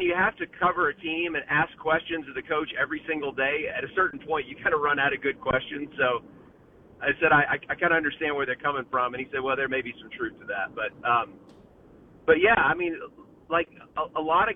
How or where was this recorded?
phone line